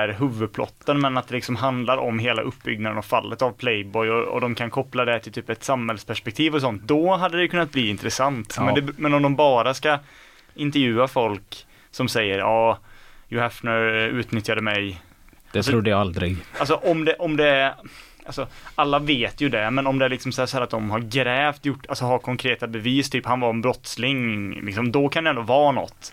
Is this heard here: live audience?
no